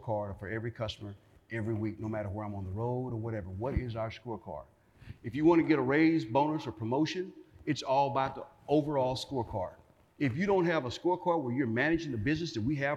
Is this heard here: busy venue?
yes